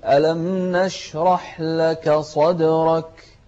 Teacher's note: الكاف هني من أحرف الهمس، خاصة إذا كانت ساكنة تكون أكثر همسا، فنقول ألم نشرح لك صدرك ووضعنا عنك وزرك.